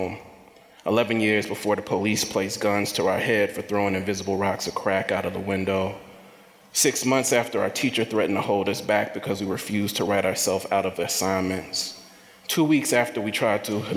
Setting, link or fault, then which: setting, busy venue